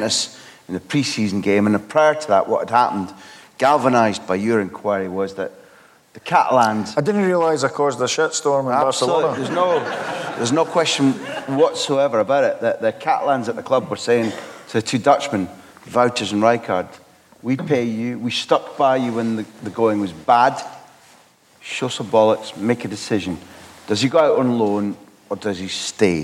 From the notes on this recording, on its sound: It’s taken from an interview we recorded in front of a live audience in Glasgow.